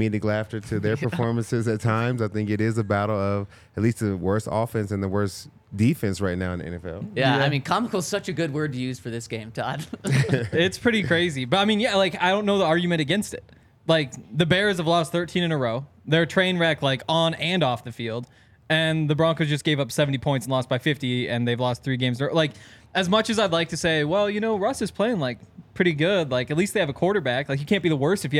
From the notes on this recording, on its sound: coming to you LIVE from the DNVR Bar